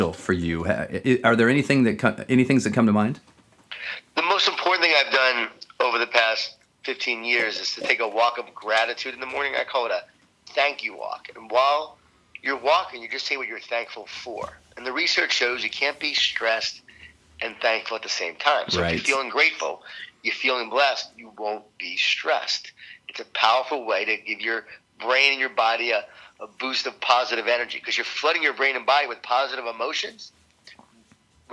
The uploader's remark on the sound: was gracious enough to jump on the phone